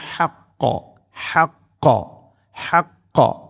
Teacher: ഹാ തൊണ്ടയുടെ മധ്യഭാഗമാണ് അതിൻ്റെ മഖ്റജ് ആ അക്ഷരം വരുന്ന സ്ഥലം. അതുപോലെ ഖാഫ് തൊണ്ടയുടെ മുഗൾ ഭാഗം അഥവാ ഹാവും ഗൈനുമെല്ലാം കഴിഞ്ഞ് തൊട്ടുമേലെയാണ് ഖാഫിൻ്റെ ആ ഒരു ശബ്ദം വരുന്ന ആ ഒരു മഖ്റജ്.